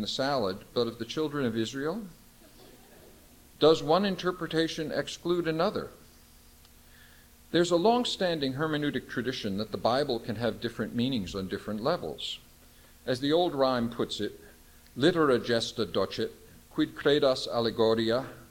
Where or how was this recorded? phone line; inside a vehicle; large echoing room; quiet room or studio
large echoing room